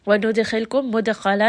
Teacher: دال is going to have قلقلة